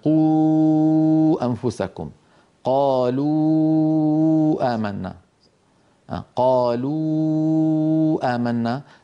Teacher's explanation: تخرج الواو بانضمام الشفتين في الواو مع ارتفاع أقصى اللسان